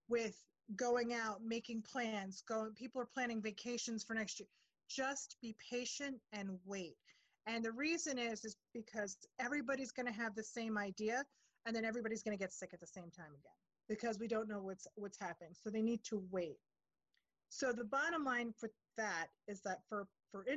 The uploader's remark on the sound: Check in over zoom.